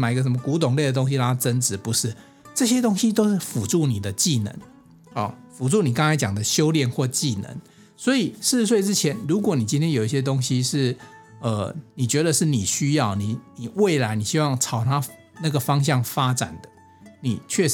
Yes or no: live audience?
no